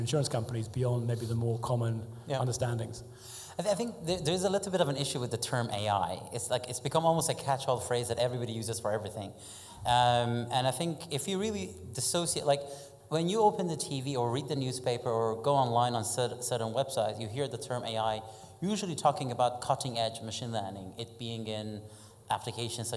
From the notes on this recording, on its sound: This week’s podcast features edited highlights. Chatting on stage with leading figures from AIG, Cytora, WhenFresh and Polar Capital at our live event in The Steelyard.